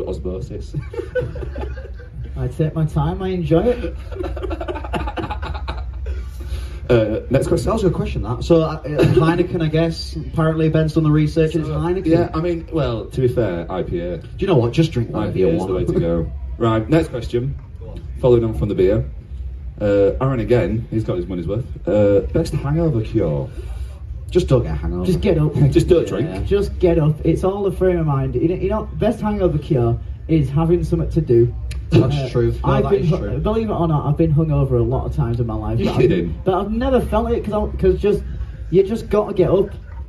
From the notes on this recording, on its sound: Live at Kendal Calling